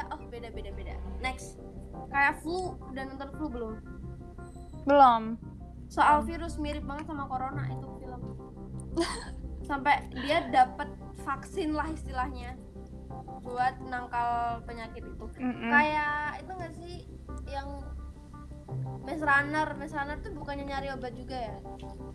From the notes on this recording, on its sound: I am so sorry for the dramatic backsound bcs i have no idea since i just want to publish this podcast as soon as possible.